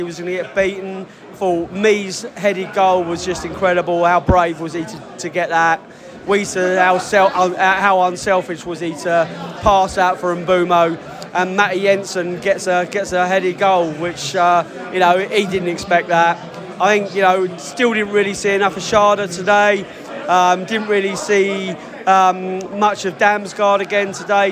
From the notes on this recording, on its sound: Post-match podcast from the stands.